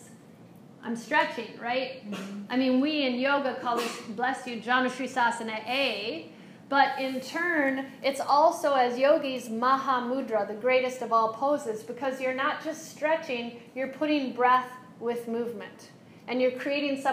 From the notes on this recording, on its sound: This is a live excerpt. Lecture for a group of wellness professionals.